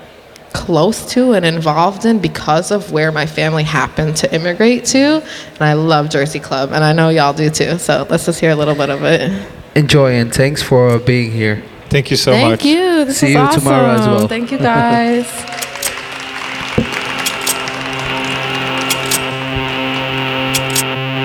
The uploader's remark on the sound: during the Echobox live radio broadcast at Dekmantel Festival 2022